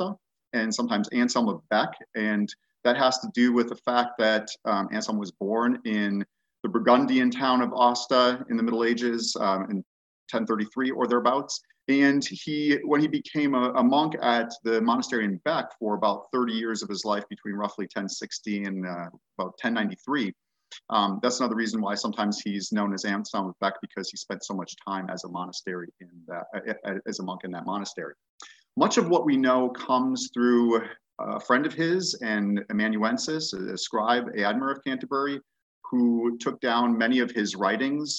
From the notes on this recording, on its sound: An online webinar.